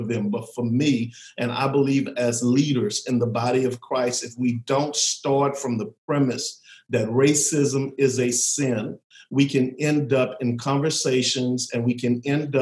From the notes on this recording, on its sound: This episode was taken from a Zoom call on May 29, 2020